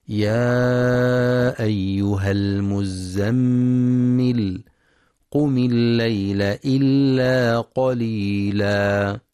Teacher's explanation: ينتبه القارئ للمد المنفصل، يمد بمقدار أربع أو خمس حركات في رواية حفص من طريق الشاطبية، كذلك ينتبه لتحقيق همزة أيها، فلا يقرأ يا أيها بإسقاط الهمزة، وإنما يا أيها بتحقيقها.